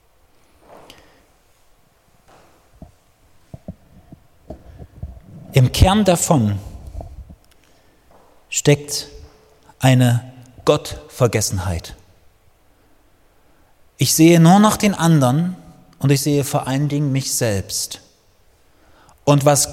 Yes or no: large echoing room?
yes